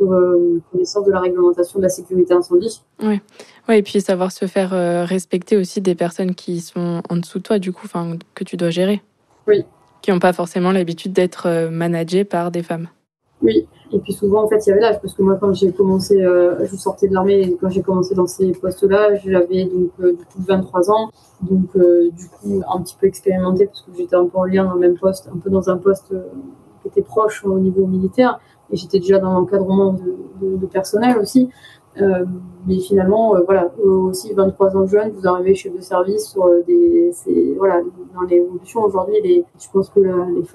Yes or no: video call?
yes